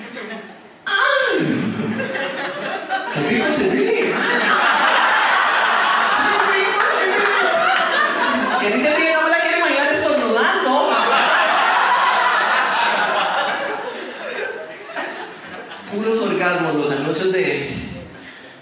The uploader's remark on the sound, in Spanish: una breve recopilacion con algunos audios del show "Incorrectos"